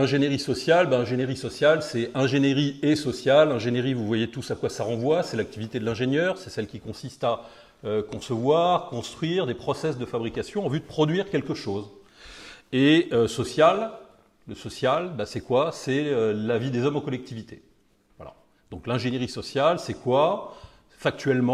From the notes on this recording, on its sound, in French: Conférence donnée lors de la VIIIeme université d'été d'Academia Christiana "Bâtir quand tout s'effondre".